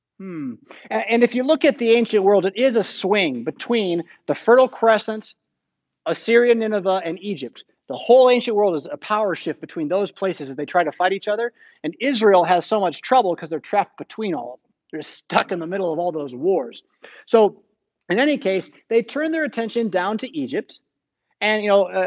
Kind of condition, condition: setting, large echoing room